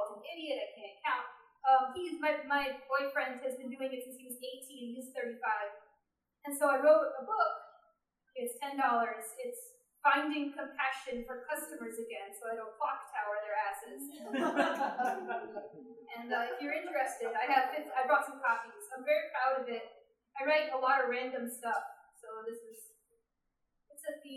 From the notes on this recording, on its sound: This is the audio from that event. At The Low Beat on Tuesday, August 4, 2015.